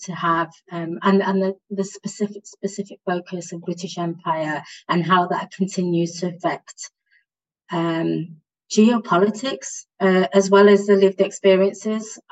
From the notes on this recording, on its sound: On Zoom.